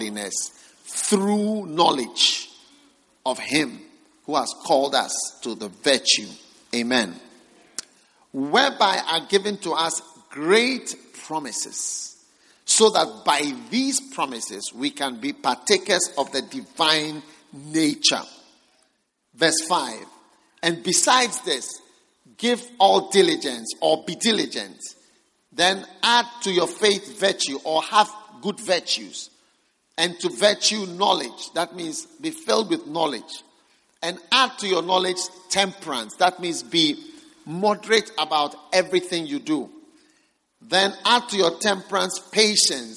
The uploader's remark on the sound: Preached at the First Love Center.